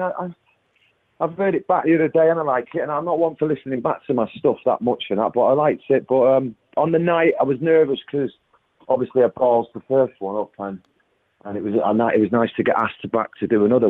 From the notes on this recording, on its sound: on the phone for a lockdown chat